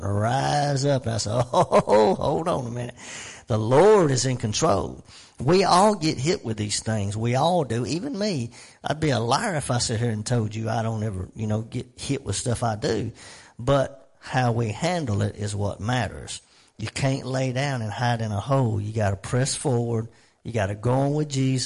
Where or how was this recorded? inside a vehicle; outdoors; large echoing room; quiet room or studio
large echoing room